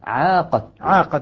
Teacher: ابن ذكوان يزيد عليهم بإثبات الألف بعد العين